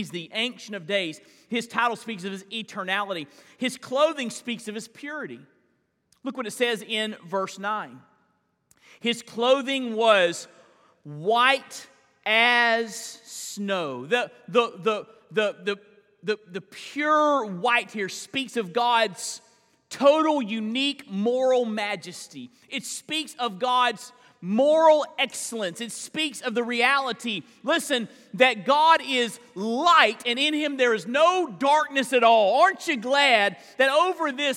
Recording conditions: large echoing room